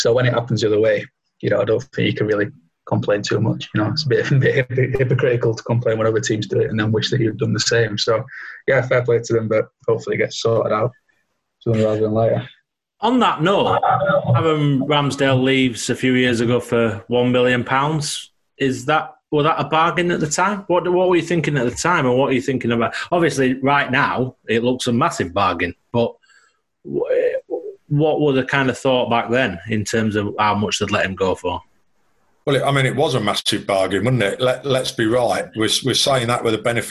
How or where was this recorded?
video call